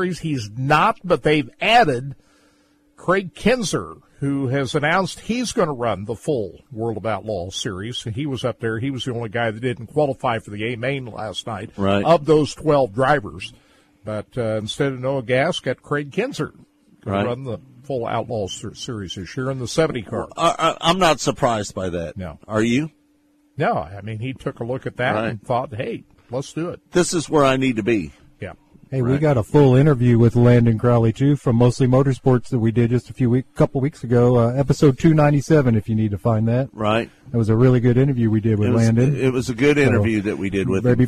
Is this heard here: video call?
no